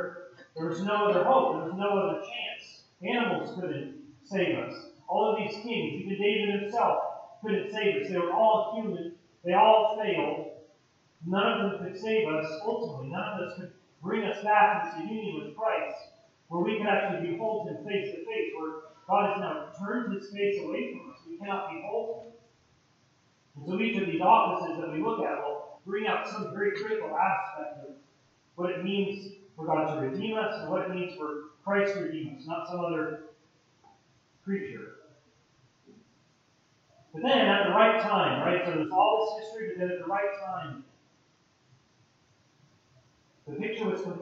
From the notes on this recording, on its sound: POOR AUDIO QUALITY